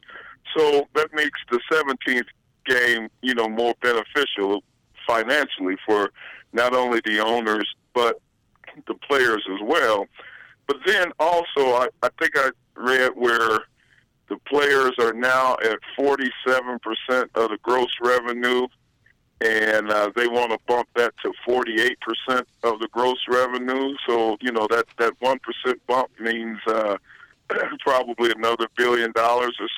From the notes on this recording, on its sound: The guys are joined on the phone. With a live report from Tigers’ Spring Training.